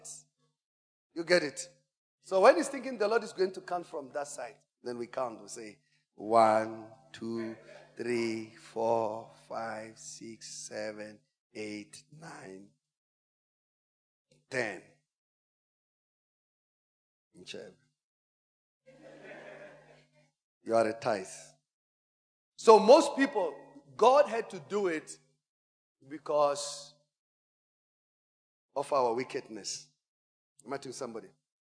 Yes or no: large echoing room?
yes